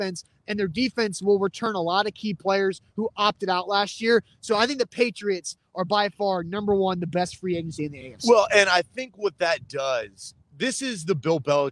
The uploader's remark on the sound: LIVE from Wilson County Hyundai!